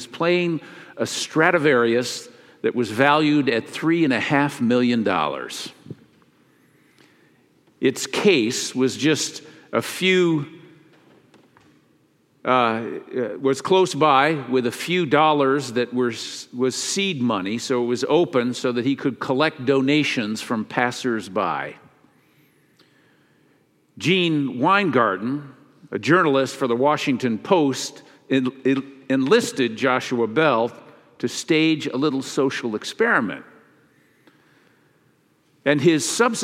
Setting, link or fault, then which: setting, large echoing room